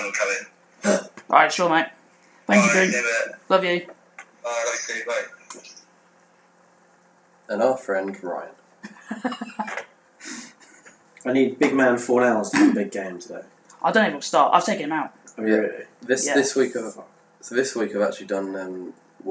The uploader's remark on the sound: Apologies for the audio quality in this episode!